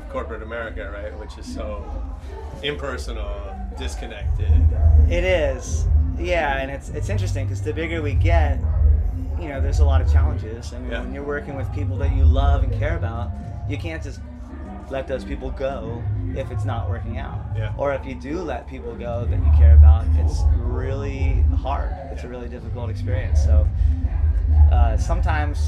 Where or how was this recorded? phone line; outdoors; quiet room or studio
outdoors